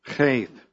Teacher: It's a guttural H sound, Chaith. So you have to clear your throat and say H at the same time to say this sound.